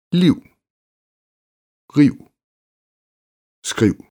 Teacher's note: Kort I plus V er lige med IU.